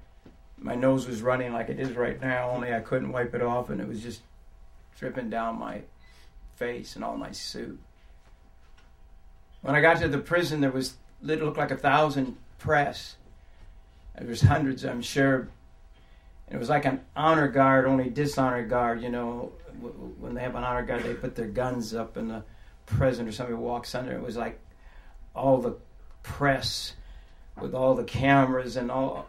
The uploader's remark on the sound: it was recorded in October of 2006, at Revolution Church in Brooklyn, NY.